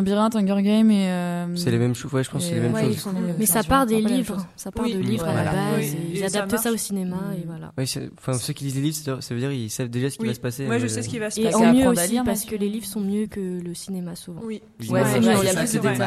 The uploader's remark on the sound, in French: Chronique diffusée en direct pendant l'événement Radio2B On Air.